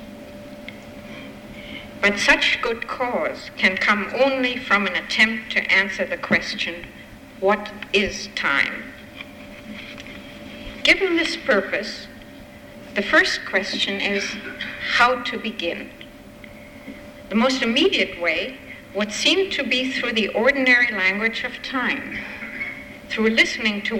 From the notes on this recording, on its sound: Recording of part one of a two-part lecture. As part of the Formal Lecture Series.